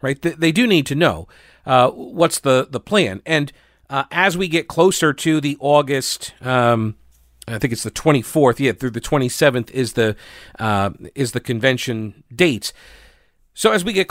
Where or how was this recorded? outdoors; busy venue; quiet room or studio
quiet room or studio